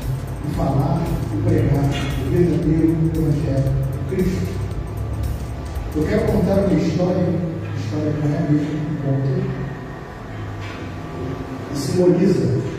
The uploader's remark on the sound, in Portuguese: Mensagem gravada em Igreja Batista Central em Jardim Amendoeira São Gonçalo - RJ